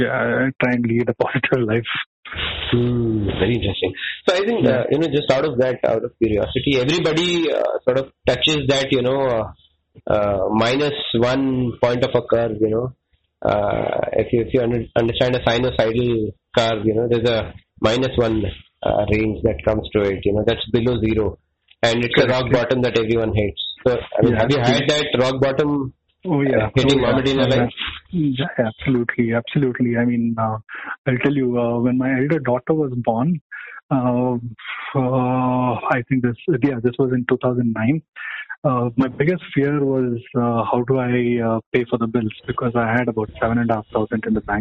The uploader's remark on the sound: this is very raw, recorded over a phone call